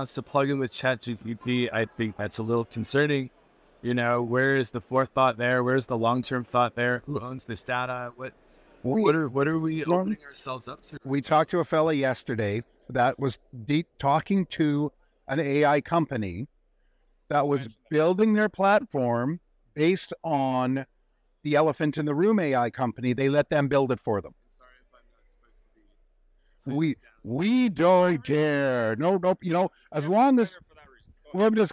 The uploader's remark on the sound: "Live" at Nada 2024